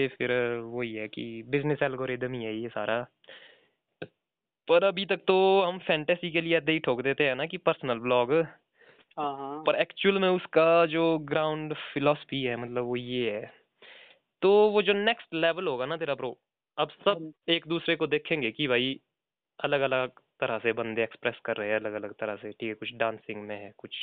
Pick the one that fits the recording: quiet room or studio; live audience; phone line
phone line